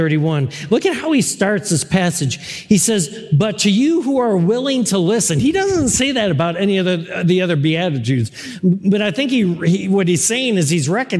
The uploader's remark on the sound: The core message from our live service on 2022-01-23. This is the core message from our live service.